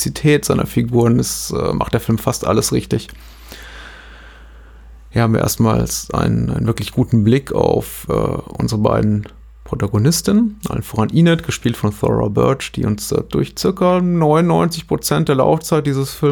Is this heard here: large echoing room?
no